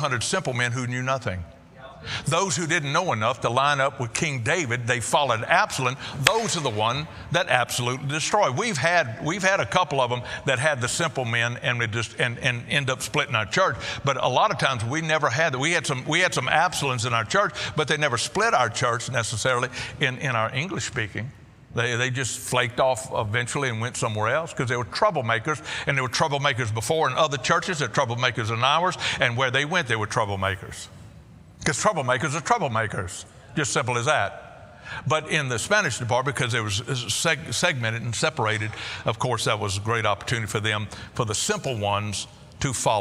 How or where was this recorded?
large echoing room